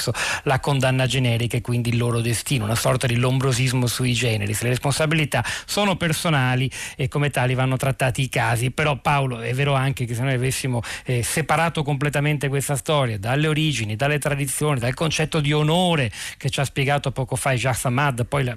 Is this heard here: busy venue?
no